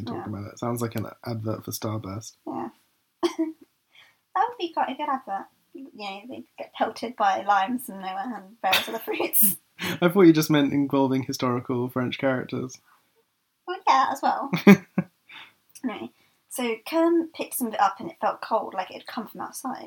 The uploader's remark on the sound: Apologies for the sound quality. This is the last episode with our old set up.